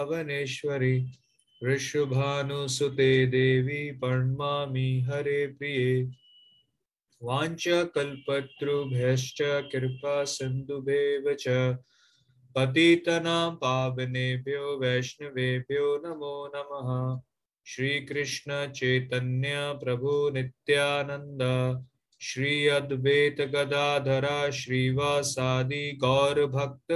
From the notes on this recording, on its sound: Zoom classes